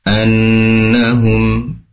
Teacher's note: Anna di sini ada nun bertasydid, tentunya gunnah, dibaca mendengung ya